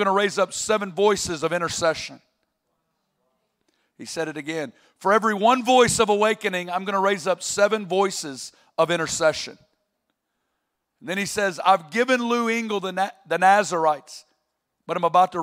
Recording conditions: live audience